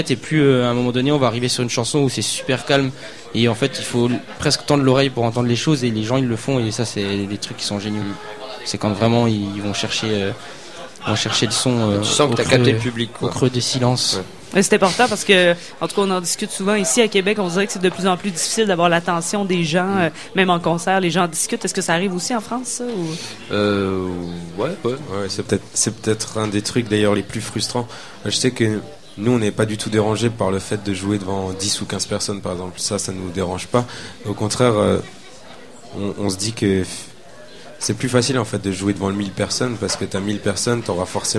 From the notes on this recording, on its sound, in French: au Festival d'été de Québec, sur les ondes de CKRL 89,1 en direct du bar La Sacrilège